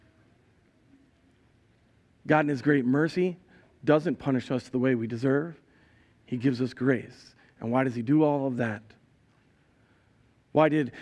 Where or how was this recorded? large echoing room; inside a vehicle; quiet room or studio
large echoing room